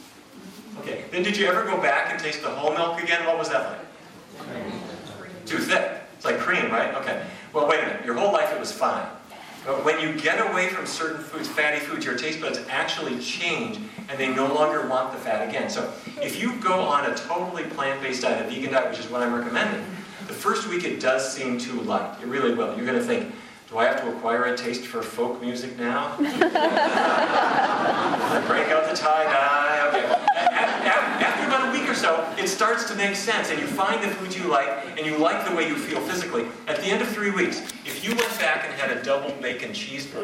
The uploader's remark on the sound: a lecture in Vancouver